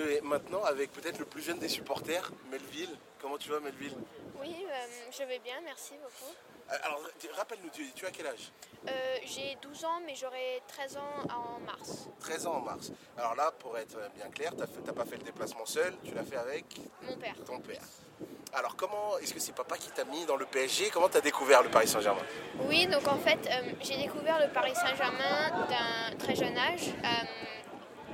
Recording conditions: wind noise